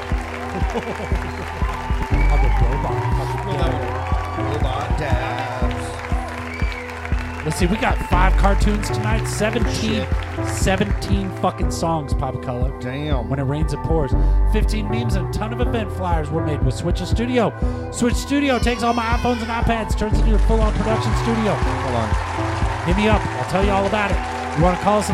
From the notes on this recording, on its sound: Filmed in front of a live Studio Audience